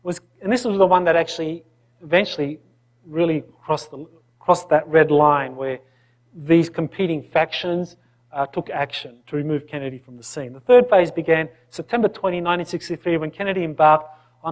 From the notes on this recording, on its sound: In this video recording from the January 2010 Earth Transformation Conference held on the Big Island of Hawaii